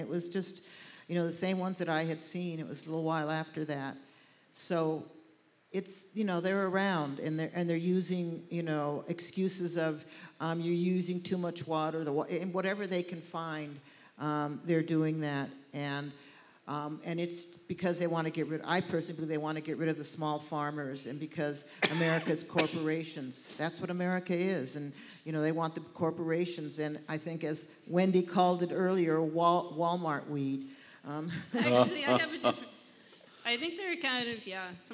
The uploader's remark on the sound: Did a show to raise funds for the historic Mateel Center in Redway. This is a live panel discussion.